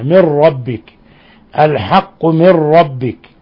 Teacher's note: نون ساكنة جاء بعد حرف الراء، حكم التجويد إضغام بغير غنة